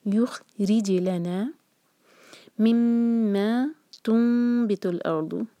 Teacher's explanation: يُخْرِجِ لَنَا مِمَّا تُنْبِتُ الْأَرْضُ، تُن یہاں پر ہے اقلاب، نون کی آواز کو میم میں بدلیں گے اور میم کے بعد با ہے تو ہم ٹائم دیں گے.